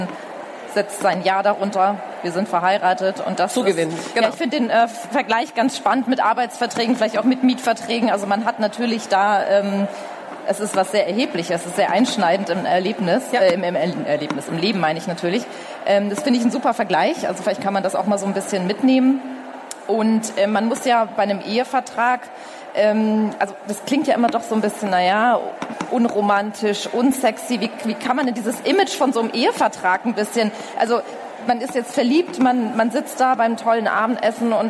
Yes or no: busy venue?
yes